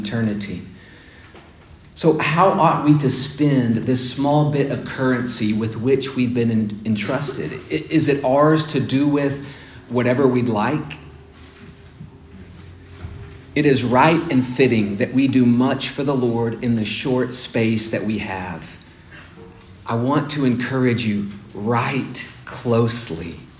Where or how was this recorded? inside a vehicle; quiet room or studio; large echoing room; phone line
large echoing room